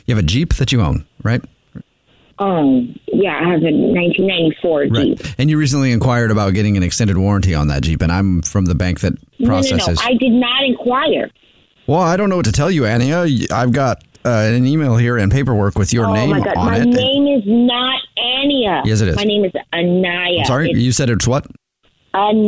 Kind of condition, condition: link, phone line